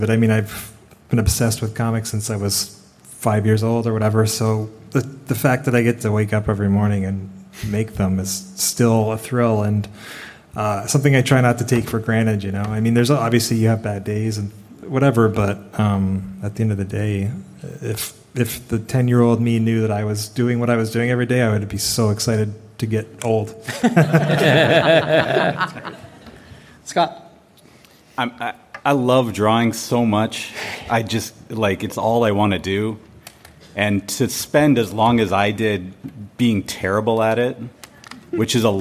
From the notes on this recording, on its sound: Recorded at San Diego Comic Con, July 2023.